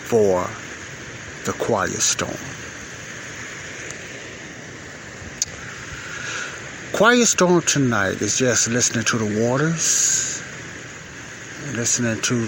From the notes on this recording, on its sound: This is my weekly quiet storm time praying for myself and the saints of God while listening to the natural lake water sounds at lake shore drive in Chicago.